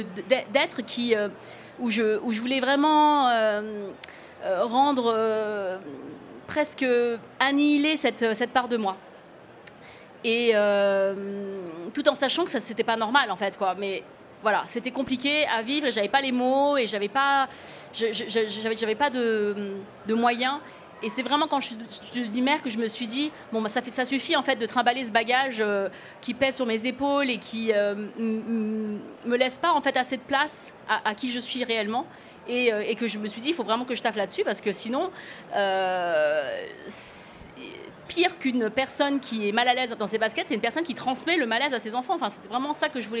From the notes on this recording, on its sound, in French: C’est la retransmission d’un enregistrement réalisé en public lors du Printemps du Podcast, organisé par le Ground Control à Paris.